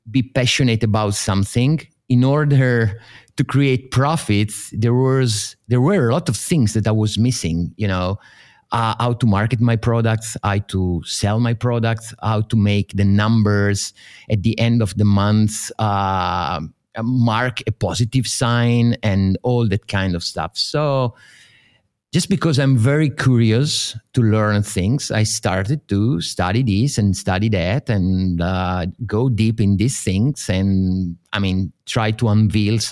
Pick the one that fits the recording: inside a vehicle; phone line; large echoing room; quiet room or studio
quiet room or studio